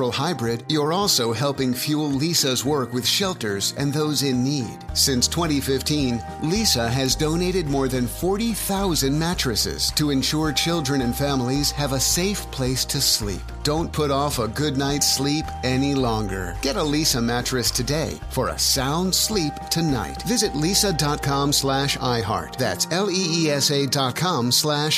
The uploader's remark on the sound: LIVE from Resorts World Las Vegas